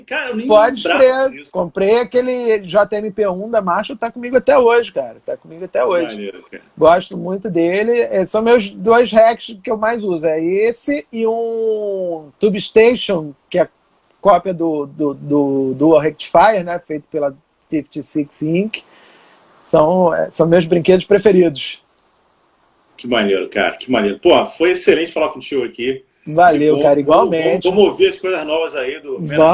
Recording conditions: video call